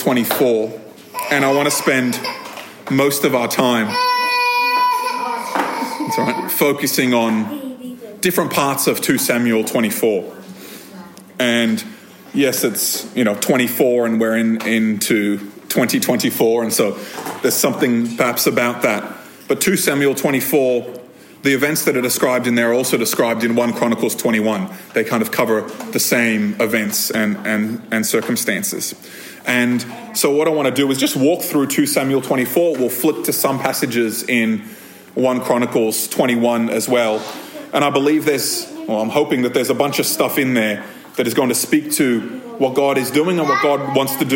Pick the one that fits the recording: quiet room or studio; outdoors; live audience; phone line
live audience